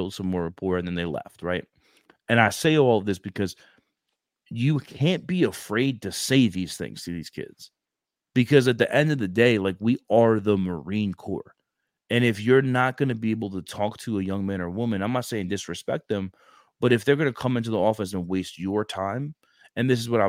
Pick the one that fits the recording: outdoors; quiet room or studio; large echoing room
quiet room or studio